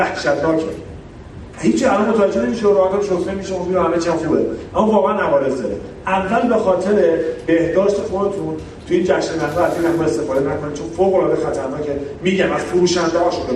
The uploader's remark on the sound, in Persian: پادکست کارگاه بقا در طبیعت سومین جشنواره بینالمللی کامکس. رادیو آهنگ سفر در طول این نمایشگاه حضور فعالی داشت و در طی این نمایشگاه پادکستهایی را ضبط کرد.